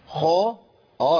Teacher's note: الخاء مفخمة في القرآن كله لكن لما تكون كمان مفتوحة بتبقى في أعلى مراتب التفخيم